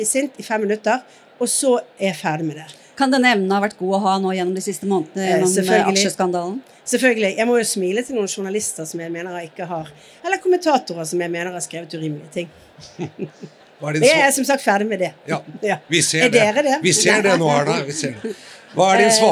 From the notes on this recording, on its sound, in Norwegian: Live fra NHOs årskonferanse. Det prøver vi å finne ut av i Den politiske situasjonen Live på NHOs årskonferanse 2024!